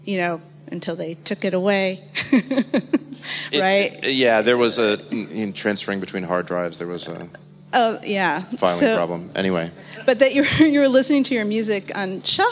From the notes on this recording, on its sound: a live episode of Why We Listen at the Cooper Design Space Penthouse